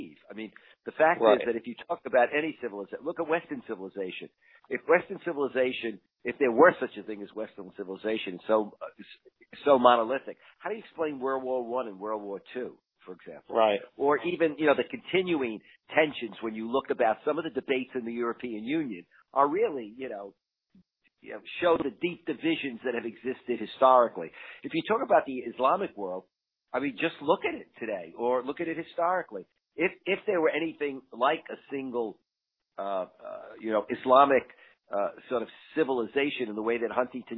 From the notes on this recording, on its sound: talks over the phone